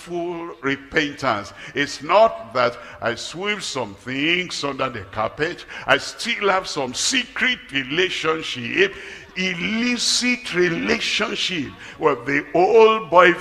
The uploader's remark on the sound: live at Ogbomosho, Nigeria